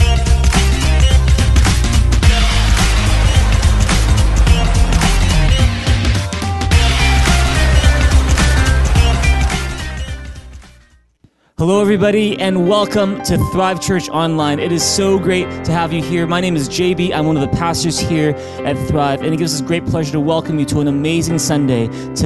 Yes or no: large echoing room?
yes